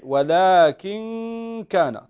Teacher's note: تسمع الغنة فقط، والذي يسمع الغنة يعرف أن الحرف الذي بعدها هو الكاف